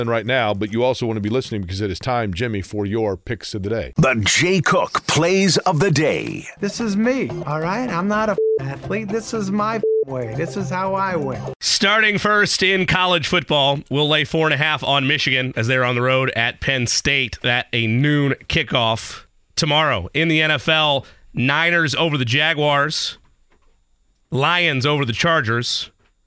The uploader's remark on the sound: take listener phone calls